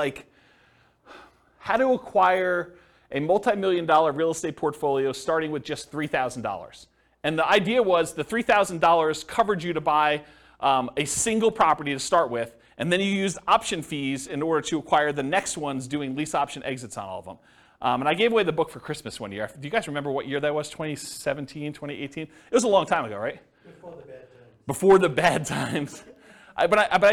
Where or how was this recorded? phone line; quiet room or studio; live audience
live audience